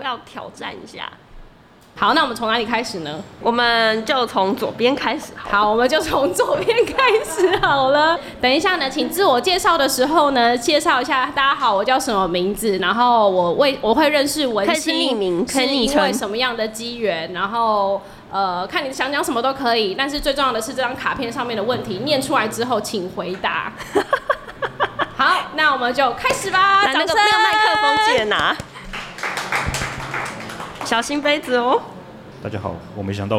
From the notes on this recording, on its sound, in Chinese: 文青100活動現場實況轉播。不過這集的節目有點空間音。這集我們直接邀請參加活動的大家一起錄音。